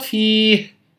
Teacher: فيبقى إشباع الحركة المد ده أصلا عارض وليس أصليا، بدليل أننا لو سكننا، لو وقفنا على كلمة فيه، هل هناك مد؟ ليس هناك مد، صارت الهاء ساكنة